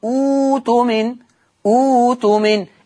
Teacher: قال لك عشان الهمزه الساكنه مسبوقه المره دي بهمزه وصل مضمومه